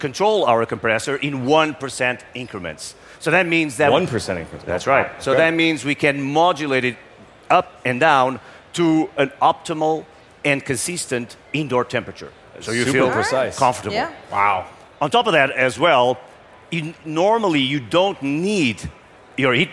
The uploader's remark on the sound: LIVE FROM CES 2024